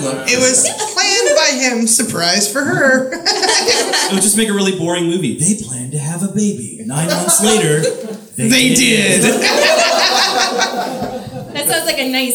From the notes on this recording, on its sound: This month's star-studded spectacular recording comes to you live from Kickstand Comedy Space in Portland, OR!